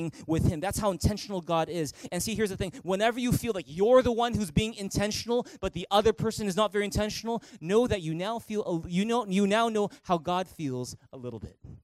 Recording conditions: large echoing room